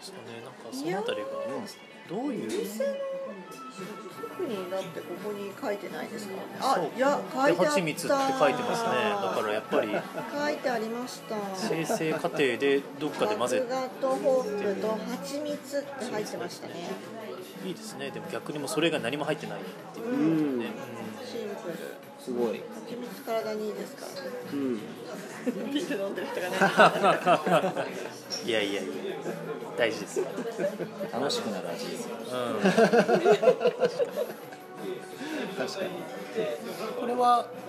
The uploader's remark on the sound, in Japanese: 東中野にあるSunday Jam's Clubで収録させてもらいました！今回はSunday Jam's Clubさんにご協力いただき、店内で収録させていただきました。(特に序盤)声が小さくて聞き取りにくいかもしれません(ごめんなさい)。